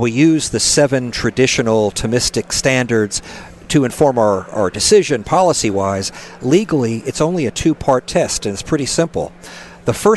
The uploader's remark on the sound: On location at the 2016 ASUA meeting in Washington DC.